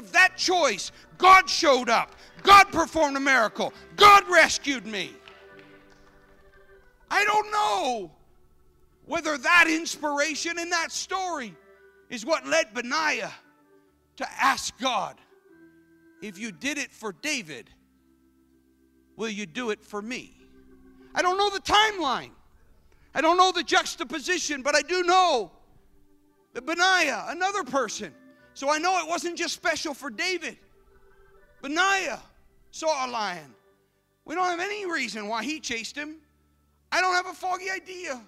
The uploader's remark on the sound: This service was recorded live at Newark United Pentecostal Church on Sunday, January 22nd, 2017.